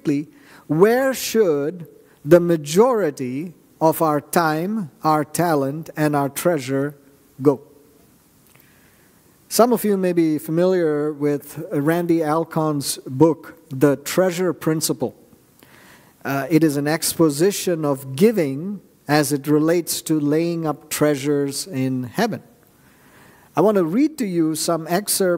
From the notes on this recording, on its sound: at New Life Fellowship Church, Concord, NC, on Sunday, July 23, 2023